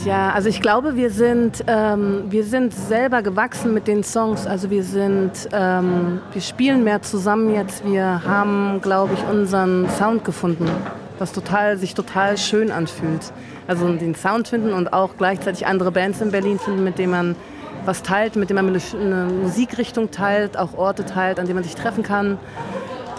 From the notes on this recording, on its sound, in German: auf dem Torstraßen Festival interviewt